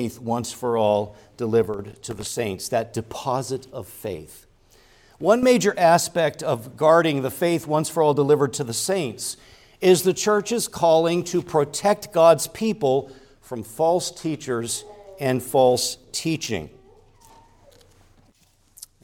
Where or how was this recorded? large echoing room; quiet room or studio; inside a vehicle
large echoing room